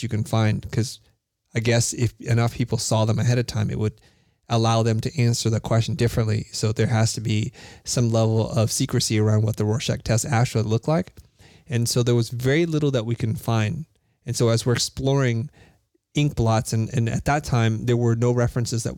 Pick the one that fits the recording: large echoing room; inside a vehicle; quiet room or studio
quiet room or studio